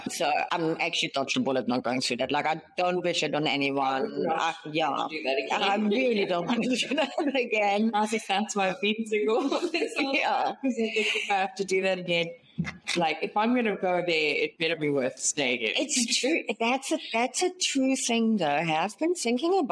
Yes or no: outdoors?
no